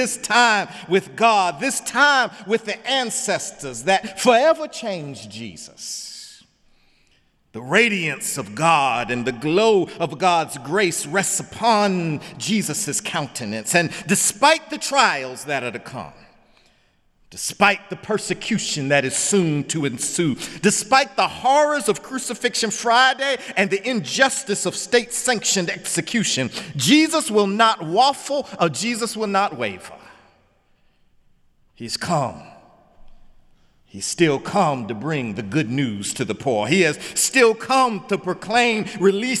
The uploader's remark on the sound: in the Memorial Church